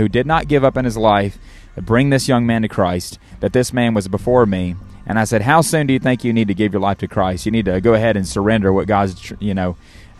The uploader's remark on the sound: Live from an Outreach